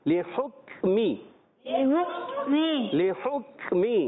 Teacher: ہا کو کاف سے ملائیں گے کاف کو ساکن رکھنا ہے